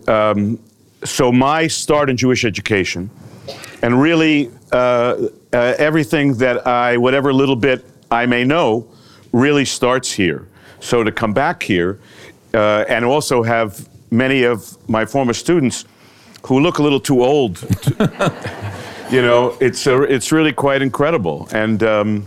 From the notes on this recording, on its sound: in front of a live audience